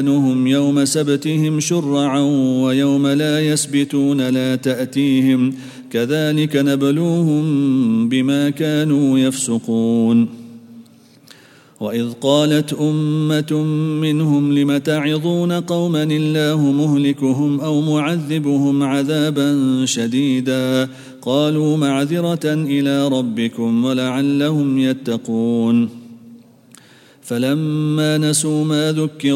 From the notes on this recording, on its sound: At the Houghton Masjid (West Street).